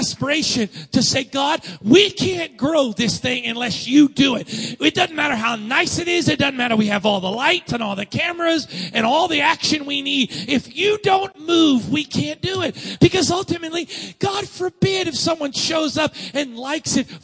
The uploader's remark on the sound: Sunday Morning Service. 45th Anniversary Weekend.